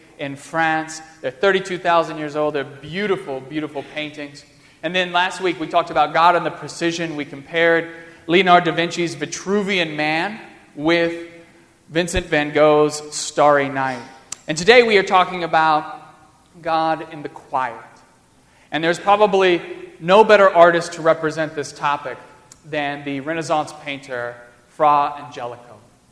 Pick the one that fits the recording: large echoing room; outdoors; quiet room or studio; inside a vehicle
large echoing room